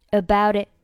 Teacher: about 浊化一下，并且 it 末尾的不用发出声音来